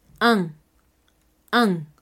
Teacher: pero a pesar de tener la U, no vamos a conservar el sonido de U, lo vamos a convertir en una nasal, es por eso que decimos ON.